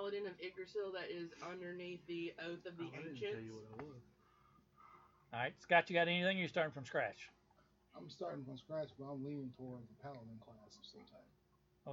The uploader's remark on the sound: Apologies for the sound quality, we have already upgraded some equipment to correct the issue.